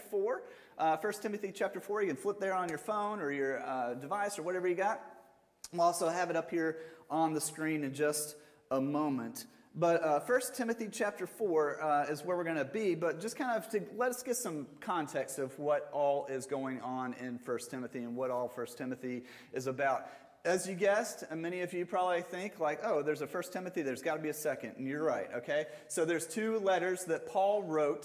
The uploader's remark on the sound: Sermon audio from Mission Church in Locust, NC.